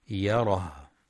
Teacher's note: والوقف على الهاء بالسكون مع بيان صفة الهمس يره